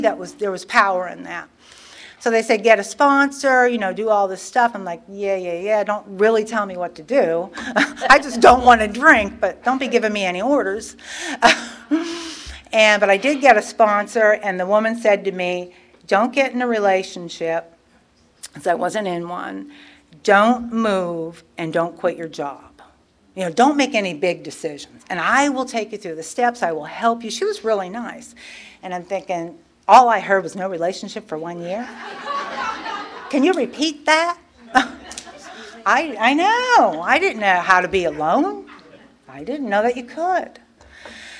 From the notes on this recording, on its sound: Tells her story at the 34th Freedom From Bondage Conference in Aberdeen NC in 2023.